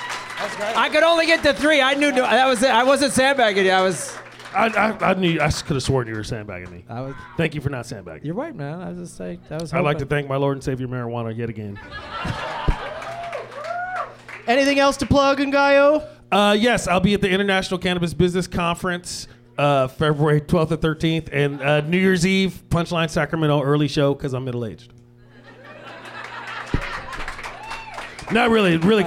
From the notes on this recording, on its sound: Live from the American Comedy Company in Sweet Home San Diego